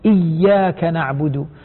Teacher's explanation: نؤكد على الإخوة والأخوات لما يقرأوا الفاتحة أن يشددوا الياء · Term: الياء المشددة